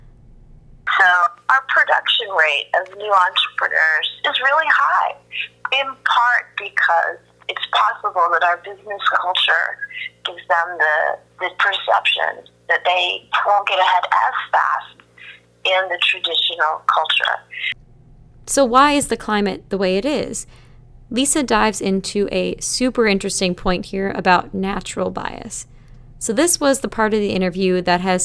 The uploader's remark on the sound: Take a listen to my phone call